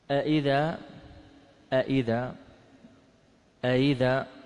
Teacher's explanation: يعني ما بين بين، لم تسقط الهمزة ولم تبدل